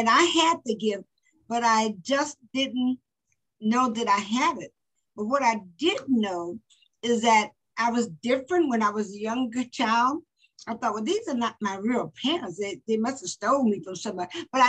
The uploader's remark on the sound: Today she is zooming in from San Diego, CA.